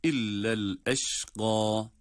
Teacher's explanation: Ayrıca illel eşqa diye durduğumuz zaman el eşqa kelimesi med ile durulacak. El eşqa bir elif miktar uzatılır.